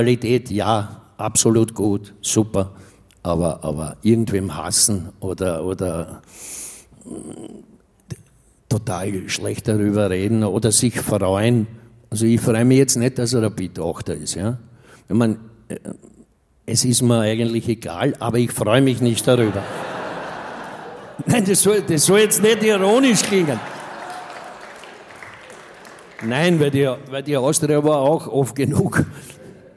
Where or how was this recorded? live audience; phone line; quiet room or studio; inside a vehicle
live audience